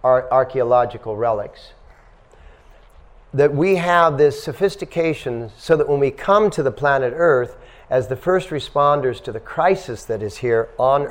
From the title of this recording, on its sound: At The Dharma Temple – Vancouver | Lecture 1